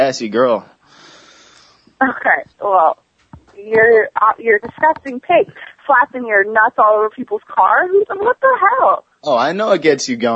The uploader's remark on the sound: Prank Phone Calls